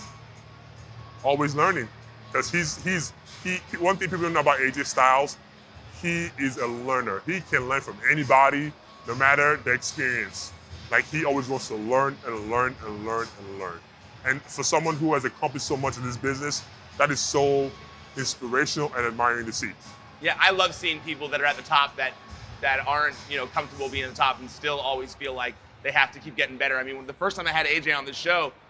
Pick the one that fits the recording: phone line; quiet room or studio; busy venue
busy venue